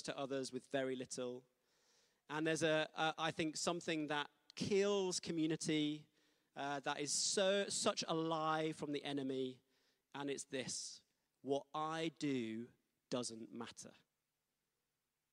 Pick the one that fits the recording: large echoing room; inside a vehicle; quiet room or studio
large echoing room